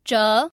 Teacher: and 折, which is the second tone